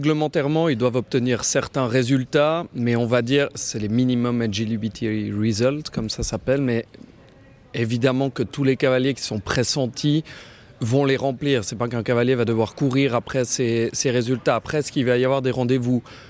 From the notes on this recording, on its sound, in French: Nous sommes en direct du CHI de Genève dont nous sommes, pour la deuxième année consécutive, média partenaire ! Nous enregistrerons chaque jour deux épisodes et les diffuserons dans la journée.